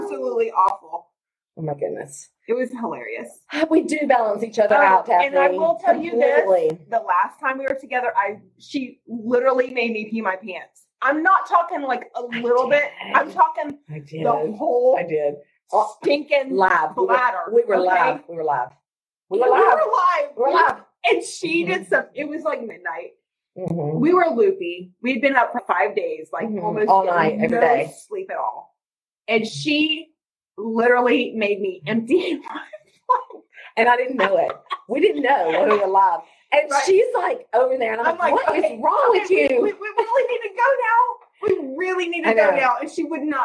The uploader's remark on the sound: The original audio is from an impromptu (and hilarious) FB Live. So, sorry for not having the best quality audio this time!